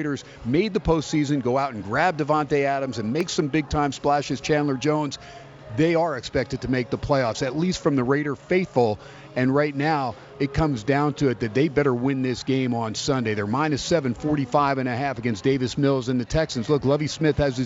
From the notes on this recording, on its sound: "Live" from Steiner's Pub in Las Vegas